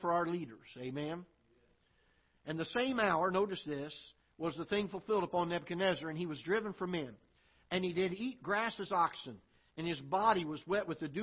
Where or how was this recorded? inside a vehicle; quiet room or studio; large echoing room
large echoing room